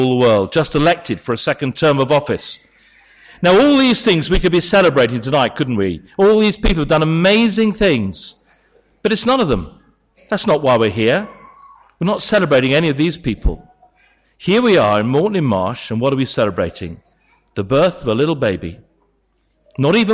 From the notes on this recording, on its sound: Sermon from St David's Church, Moreton-in-Marsh, Christmas Eve Carol Service